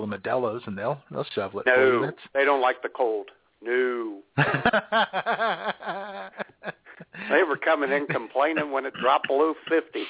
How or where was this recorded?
phone line